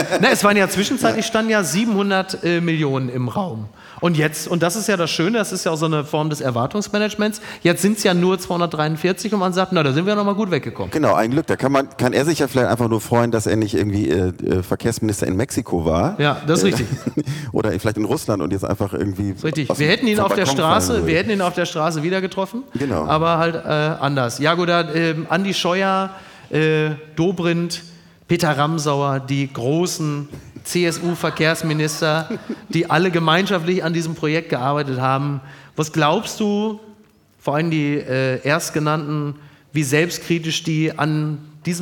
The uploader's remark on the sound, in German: Live aus Hamburg.